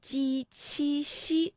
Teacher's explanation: 舌面的前部和硬腭的前部接触或者是接近构成了阻碍啊。那比如说呢，我们可以这么来理解，就是我们的气流呢从后面往前发的时候啊，这个硬腭前部和舌面前部构